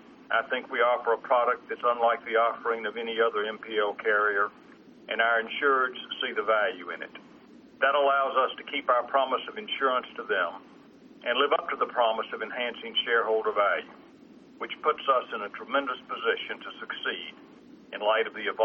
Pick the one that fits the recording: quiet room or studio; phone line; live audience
phone line